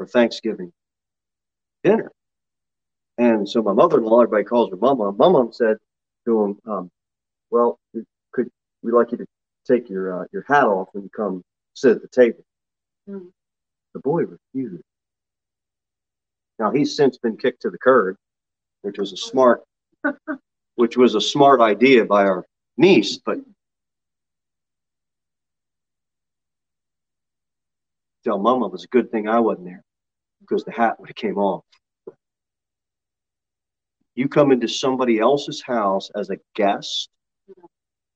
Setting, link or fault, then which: setting, large echoing room